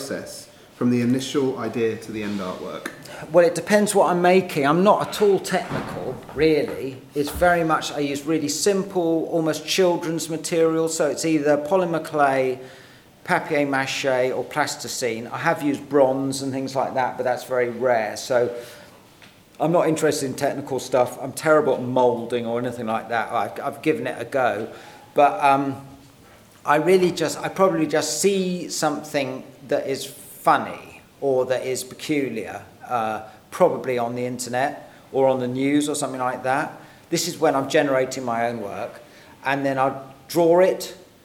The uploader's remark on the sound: Live at BIF. At this years BIF here in Brighton we had the pleasure of interviewing. In front a live audience.